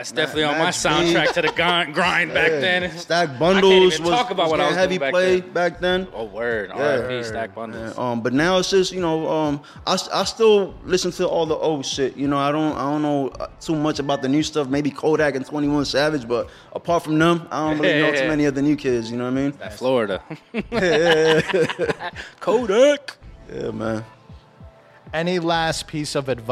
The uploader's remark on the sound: Empower 610 Episodes recorded at La Vida Cafe.